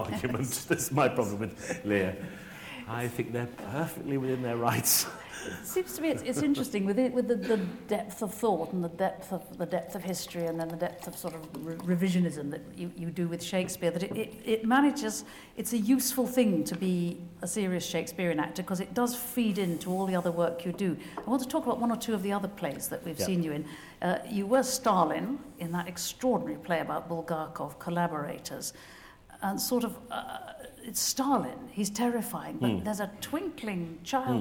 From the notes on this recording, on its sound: Cameron Mackintosh Professorship at St Catherine's College. Delivers his inaugural lecture.